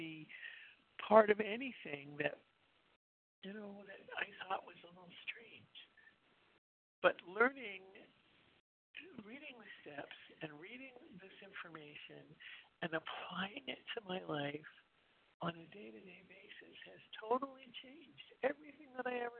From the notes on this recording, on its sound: 100 Pounders Phone Meeting